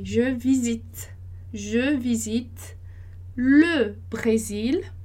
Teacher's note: a pronúncia, ela para ali num T, é um T meio assoprado